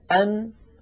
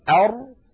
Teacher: يجد بأن الراء أعمق قليلا إلى الداخل · Shown in: second take · يعني لو كان هذا سقف الحلق وهذا اللسان، أن هنا أر تكون أعمق إلى الداخل قليلا، أن أر، أن أر، فالراء أعمق قليلا إلى الداخل.